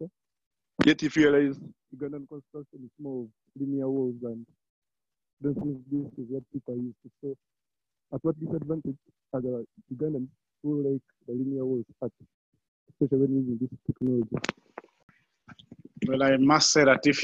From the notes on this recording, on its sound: This audio recording is from a live webinar that was hosted on 18th June, 2020.